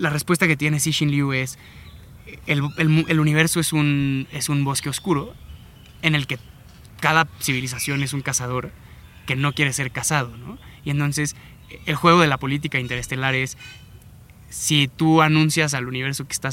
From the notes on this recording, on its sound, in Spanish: Nos trasladamos al hermoso Parque Chapultepec donde tuvo lugar esta grabación.